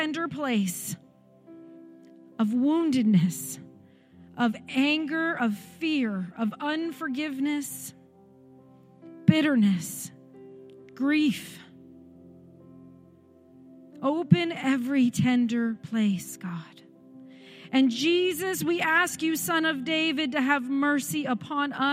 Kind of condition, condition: setting, large echoing room